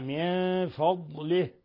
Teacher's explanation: واحذر أن تقلقل الضاد فتقول من فضله، لا، الضاد ليست مقلقلة، ليست من حروف القلقلة، الطاء حرف مقلقل قطب جد، أما الضاد ولا الضاء أيضا حرف قلقلة.